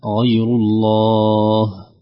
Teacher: الوقف على لفظ الجلالة لابد من إظهار همس الهاء خوفا من بترها، دائما الهاءات عند الوقف عليها به وهكذا لابد من إظهار جريان النفس في مخرج الحلق.